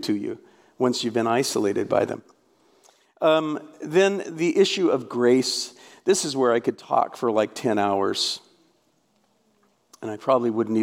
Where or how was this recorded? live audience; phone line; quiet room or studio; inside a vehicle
live audience